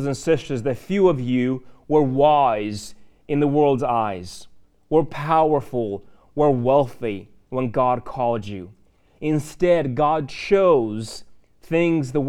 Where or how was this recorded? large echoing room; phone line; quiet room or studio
large echoing room